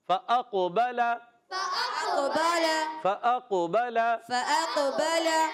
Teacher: قاف حرف قلقلہ میں بھی ہے، قاف موٹا بھی پڑھنا ہے، مگر قاف سکون والا ہے، جزم والا ہے، قلقلہ ہوگا، آواز لوٹ کر آئے گی